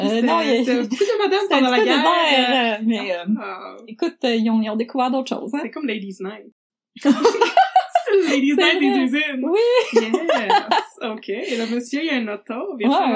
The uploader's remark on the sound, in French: La qualité audio de cet épisode n'est pas optimale.